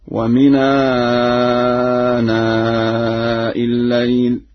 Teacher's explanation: ولا يخفى أن ورشا ينقل الهمز إلى الساكن قبله